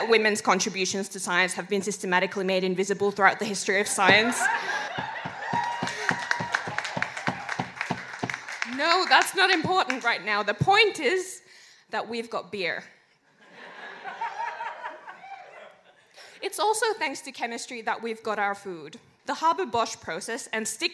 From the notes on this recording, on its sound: Recorded at Howler, October 17th. Sci Fight Science Comedy Debate is a bi-monthly science and comedy debate held at Howler Bar, Brunswick in Melbourne.